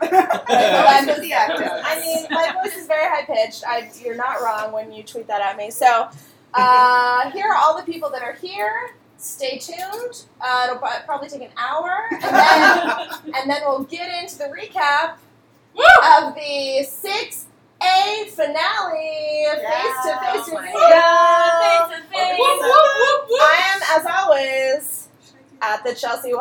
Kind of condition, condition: fault, background noise